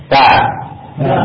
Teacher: Yang jelas si lidah atas ini dia ketemu dengan gigi yang ujung gigi atas.